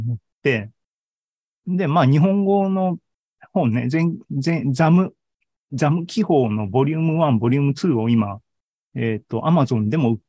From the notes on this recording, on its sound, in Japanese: ２０２３年１月２５日に開催した ZOOMライブの模様です。